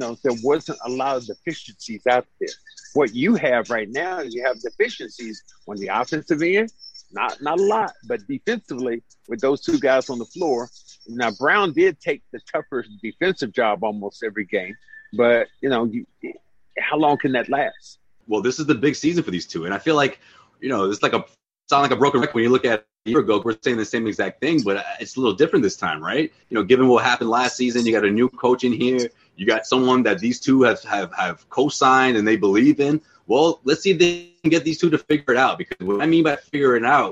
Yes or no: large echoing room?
no